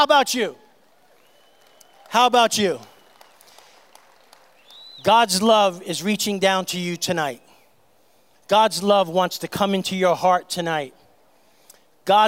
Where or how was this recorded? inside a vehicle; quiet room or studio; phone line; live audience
live audience